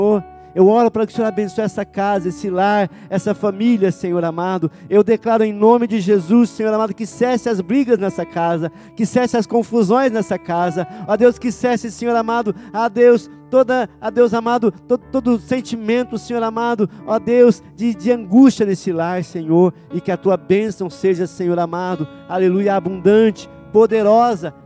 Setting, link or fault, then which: setting, large echoing room